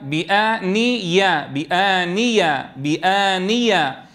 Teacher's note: عليهم ظلالها وذللت قطوفها ويطاف عليهم بآنية لاحظوا يا إخوة هنا الياء المفتوحة بعد النون المكسورة حققوا مخرج الياء جيدا لأنها ياء محققة صحيح تخرج من وسط اللسان فلا بد أن تعتمد عليه في إنتاج صوتها فلا تقل بآنية